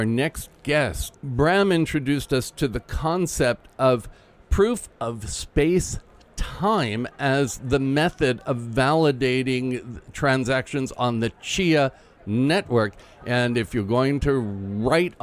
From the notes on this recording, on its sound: LIVE from Singapore Fintech Festival Day 3 Recap. Today was the last day of the Singapore Fintech Festival and we went live once again with the podcast.